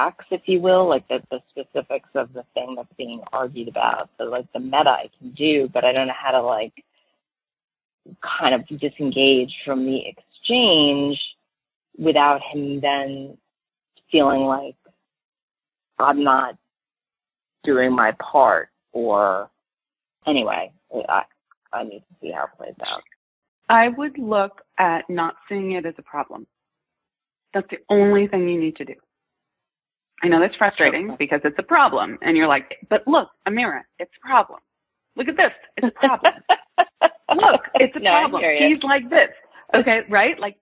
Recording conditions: phone line